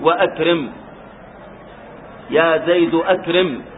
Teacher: فإذا ابتدأت به نطقت الهمزة، وإذا تقدمه كلام فإن الهمزة لا تسقط بل ينطق بها هكذا. · Term: همزة القطع